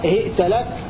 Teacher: بهاء مكسورة وهمزة ساكنة وتاء مفتوحة